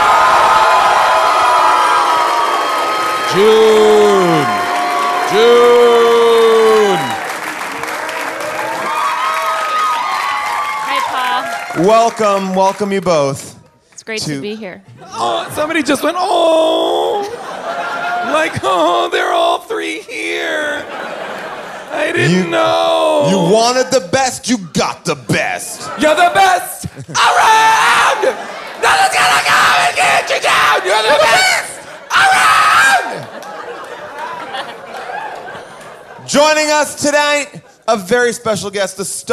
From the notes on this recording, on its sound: LIVE from Largo in Los Angeles